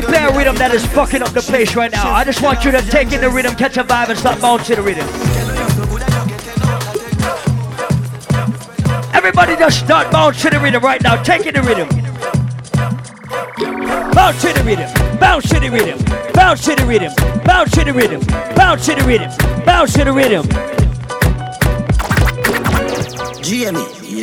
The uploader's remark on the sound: LIVE AT ISLAND SATURDAYS. Live party audio featuring 100% Dancehall, Reggae and Soca.